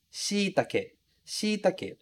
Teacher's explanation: a ênfase está lá no shi